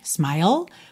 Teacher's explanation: O E final é mudo e você termina esse som com língua no céu da boca, tá? Que é o L.